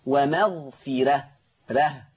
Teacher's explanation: مكسور، الحرف اللي قبلها مكسور، واحنا اتفقنا ان ورش هيرقق الراء المفتوحه والمسبوقه بكسر اصلي · Term: ترقيق الراء